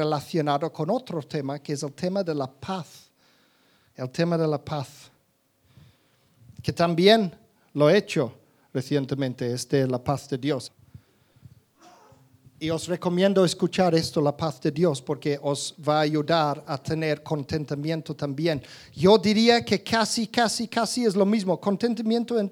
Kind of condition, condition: setting, live audience